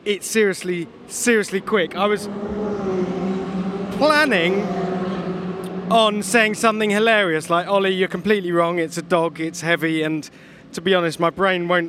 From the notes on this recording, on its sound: live from the pit-lane at the Vallelunga track